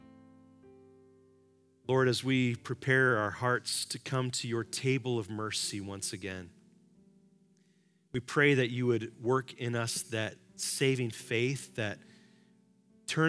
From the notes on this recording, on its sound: Live from our Celebration Ministry Center